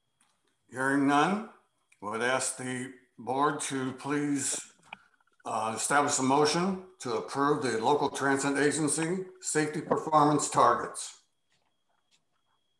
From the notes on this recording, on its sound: (Zoom meeting)